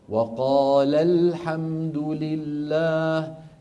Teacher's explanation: في ضغطة بسيطة على اللام عند الانتقال، لام قالا عند الانتقال منها إلى الساكن الثاني.